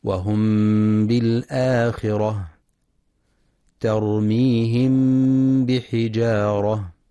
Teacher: وكيفية النطق بالميم الساكنة يكون بحالة متوسطة بين الإظهار والإدغام، مع إطباق الشفتين بدون تشديد أي الكز مع بقاء الغنة في الميم. وضابط الإخفاء الشفوي في المصحف تعرية الحرف الأول من حركة السكون التي هي الميم، وعدم تشديد الحرف التالي لها الباء.